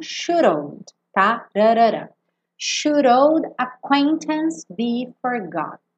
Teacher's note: E aí, quando a gente tem, no caso do filme, uma pronúncia americana, o should old vira should-old. Should, esse D fica rarara